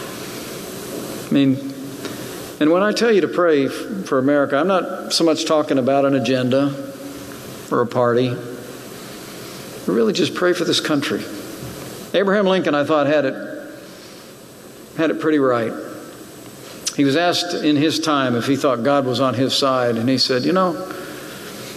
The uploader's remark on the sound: Remarks at National Conservative Student Conference.